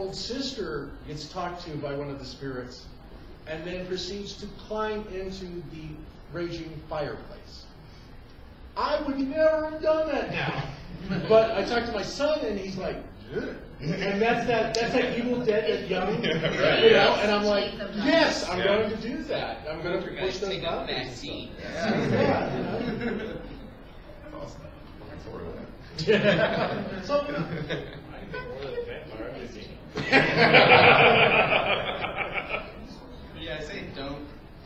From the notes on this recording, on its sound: The How to make a Horror Movie panel from Connooga 2018!